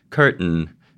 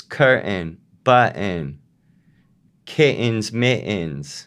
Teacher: some Rhode Islanders, not all, glottalize the nasal plosion. · Shown in: second take